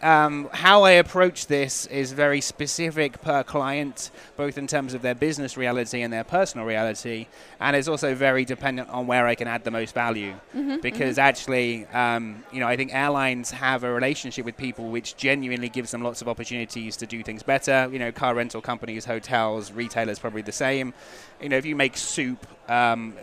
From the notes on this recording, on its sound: Live Broadcast from the MADE for Broadcast booth from Adtech NYC 2016.